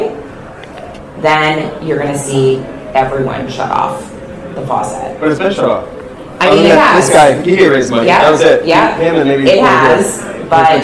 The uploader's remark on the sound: A VC panel discussion from the Established Lounge at SXSW 2023 in Austin.